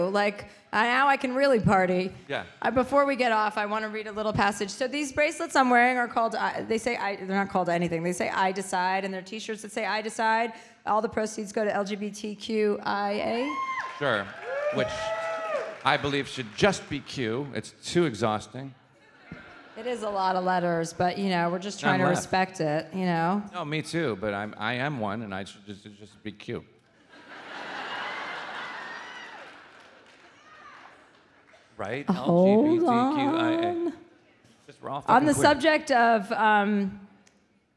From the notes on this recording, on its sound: live in Chicago for a second show